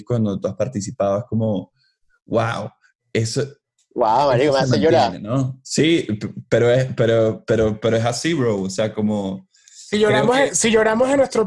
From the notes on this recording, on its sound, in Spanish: Se conectan via Zoom un domingo por la mañana.